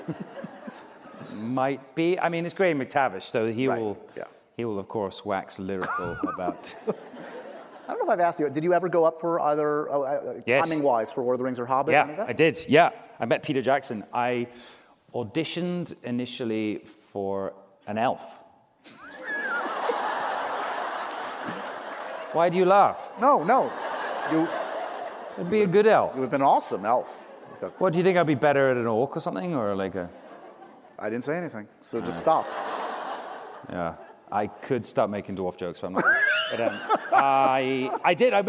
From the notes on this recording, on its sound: We went LIVE